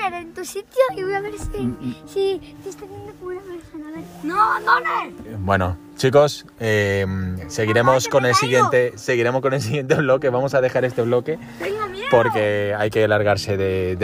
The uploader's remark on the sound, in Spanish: Visitamos una casa abandonada SIN SALIR del auto y grabamos nuestra reacción.